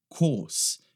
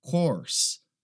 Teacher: inglês britânico, não pronuncia aquele R · Shown in: first take · course. Inglês americano, course, tá?